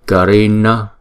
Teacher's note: chữ N, nó có dấu chấm ở dưới thì chúng ta sẽ đọc N. Nhưng mà cong lưỡi lên ha.